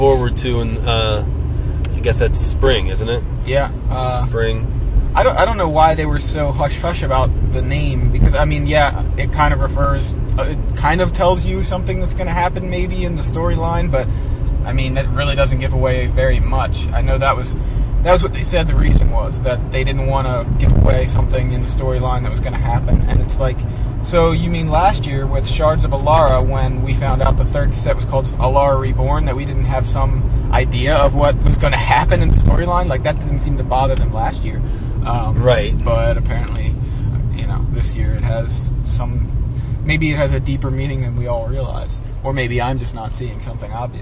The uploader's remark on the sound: Please excuse the sound quality. We were recording in the car and apparently there was a bad connection between my microphone and iPod.